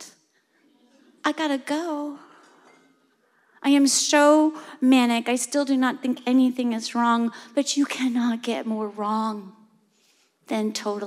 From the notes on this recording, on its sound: Invisibilia Live with Story District. Our first live event!